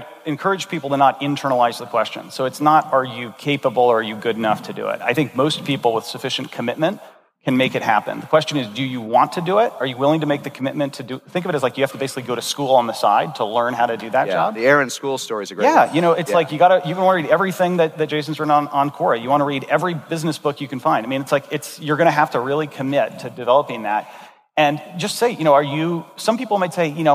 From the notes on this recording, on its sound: This episode was recorded at Saastr Annual 2016